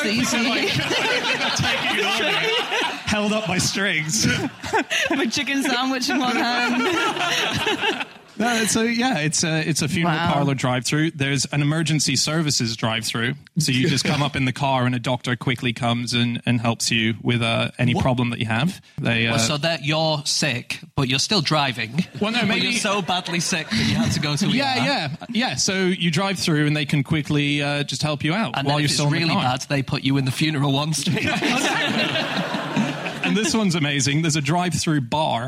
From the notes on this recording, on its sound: Live from the Birmingham mac theatre